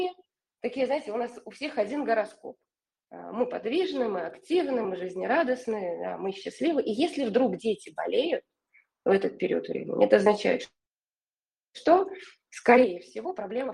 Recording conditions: video call